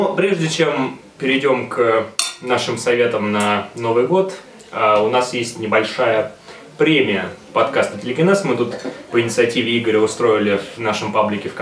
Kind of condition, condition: setting, busy venue